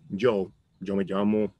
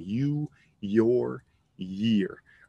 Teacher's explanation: in English, we really wanna make sure that the Y sound does not have like a G to it · Shown in: second take · okay? So to pronounce the words you and your and year, we are not making that G sound.